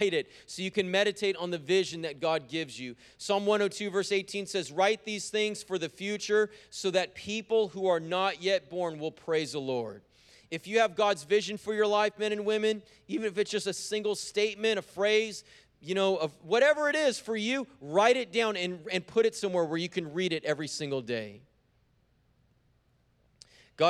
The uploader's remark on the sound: preached on January 30th at the 11:30AM service